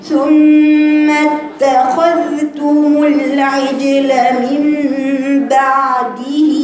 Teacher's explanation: الذال فيها رخاوة ما تقطعيش صوت الذال